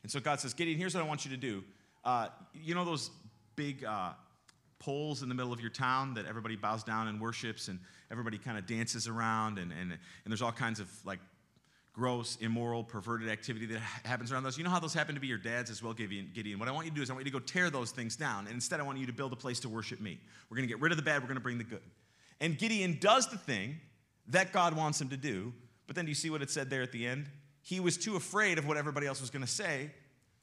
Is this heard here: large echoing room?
yes